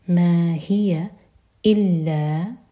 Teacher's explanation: لام پر شدہ ہے، لام سٹرانگ، اور دو حرکہ لمبا